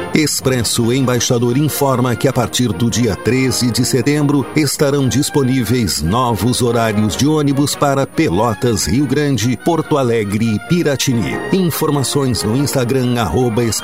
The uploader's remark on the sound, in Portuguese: No estúdio. Por telefone.